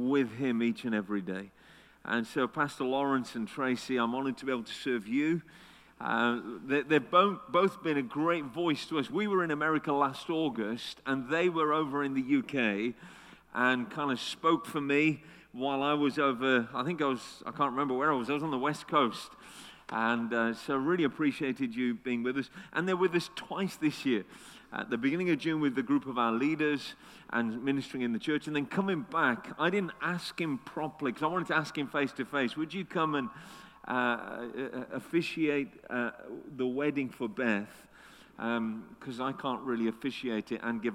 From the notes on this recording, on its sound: Destiny Christian Center Oklahoma City, Oklahoma 02/17/2019